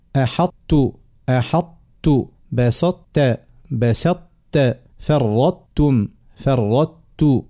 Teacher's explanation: نحافظ على الطاء، نحافظ على الاستعلاء، لكن ما نطقوش الحرف مستقل بذاته · Term: إدغام ناقص